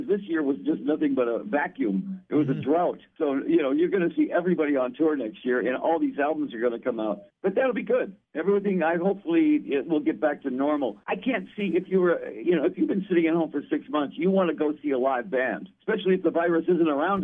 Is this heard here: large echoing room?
no